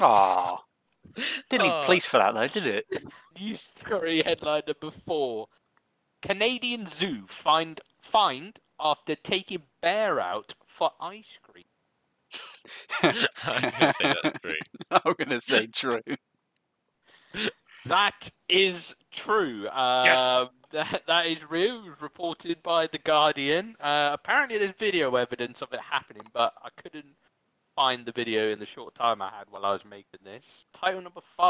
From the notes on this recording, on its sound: This is one of our first episodes so the audio may not be perfect throughout.